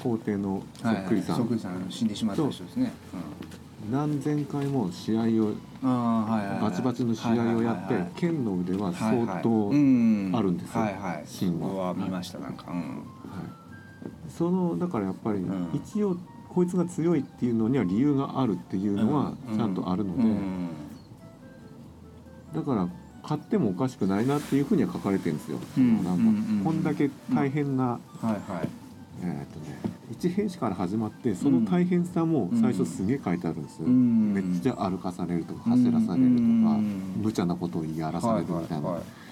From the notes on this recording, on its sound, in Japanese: 収録時は金沢でキングダム展やってたんですが。今回も雑音多くてすみません。